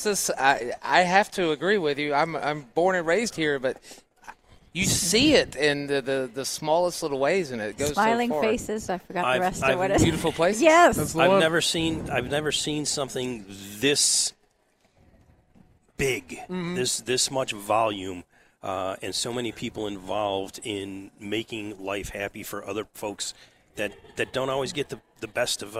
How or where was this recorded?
busy venue